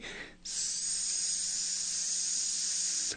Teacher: S, like a very gentle whistle. It is similar to just a stream of air escaping out of a tiny orifice.